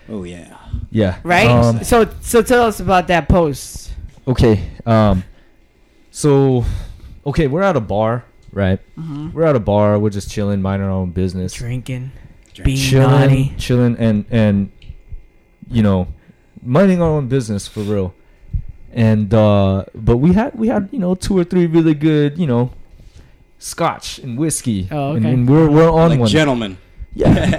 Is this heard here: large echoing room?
no